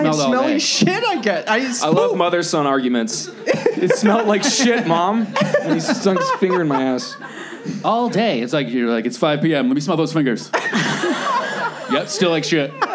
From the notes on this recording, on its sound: Recorded live at the Hollywood Improv.